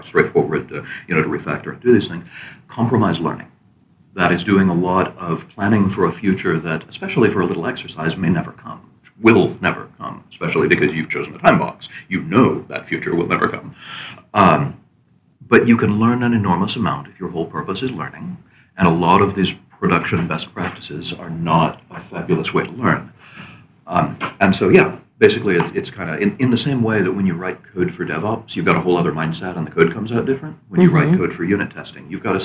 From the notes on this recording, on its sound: live from Rubyconf 2019!